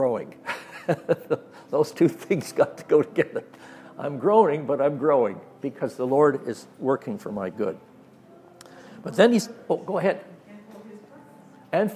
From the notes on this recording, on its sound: during the adult Sunday School class at Oakridge Bible Chapel